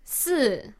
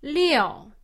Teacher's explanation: This is a fourth tone, so it's a falling tone. It starts out high and ends up low.